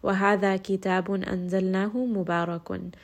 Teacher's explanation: So here we are beginning with a two-count mad asli.